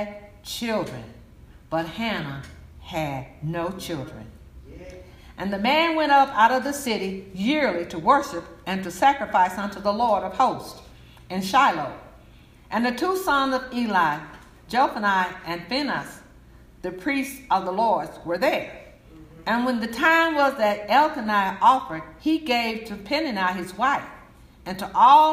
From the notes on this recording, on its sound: Message delivered to Rock of Salvation Church